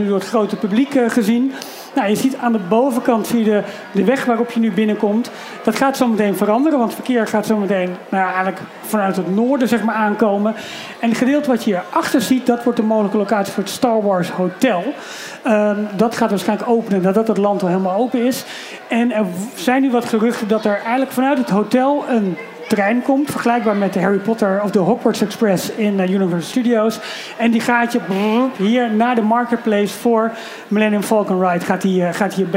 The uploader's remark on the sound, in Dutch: Live vanuit VUE Cinemas in Hilversum. Het aanwezige publiek van vaste luisteraars.